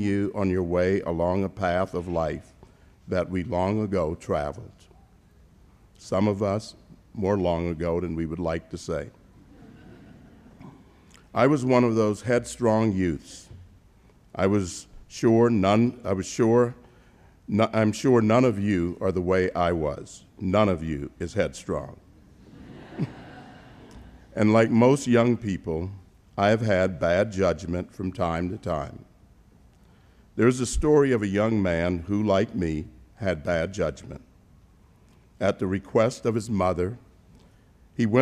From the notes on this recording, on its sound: delivered the commencement address at the 2018 Commencement Ceremonies at Christendom College